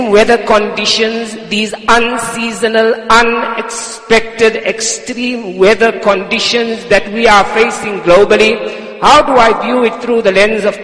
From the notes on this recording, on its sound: Jumuah lecture at Masjidus Salaam, Musgrave 20 Jan 2023